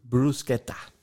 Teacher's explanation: Betonung liegt auf dem Brus und dann K-E-Ta